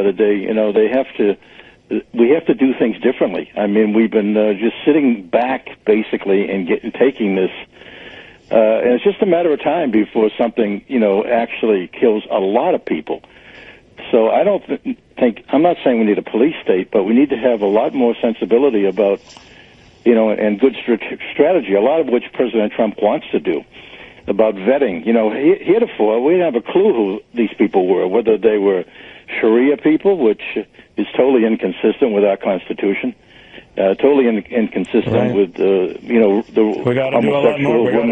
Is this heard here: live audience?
no